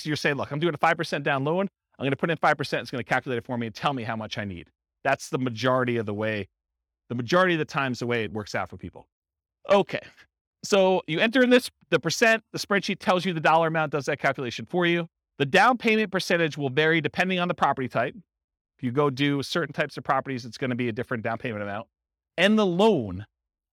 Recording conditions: live audience